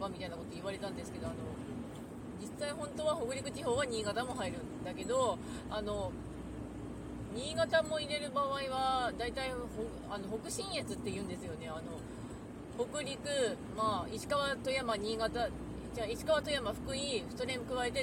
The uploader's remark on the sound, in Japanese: 運転しながら帰り道の配信 from Radiotalk。